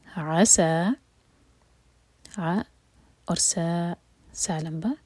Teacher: قال عسى، ع ایک حرکہ، سین پر فتحہ ساتھ میں الف مقصورہ، تو دو حرکہ لمبا